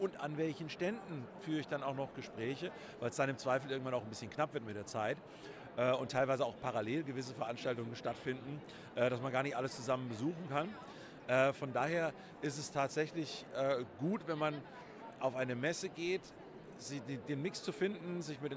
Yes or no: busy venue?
yes